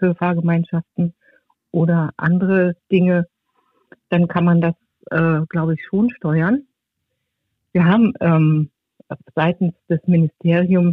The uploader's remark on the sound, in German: Wir sprechen mit Expert:innen aus der Stadtverwaltung und haben externe Interviewpartner:innen am Telefon zugeschaltet.